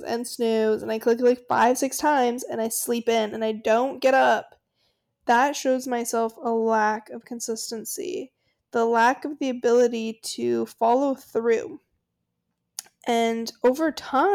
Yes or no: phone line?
no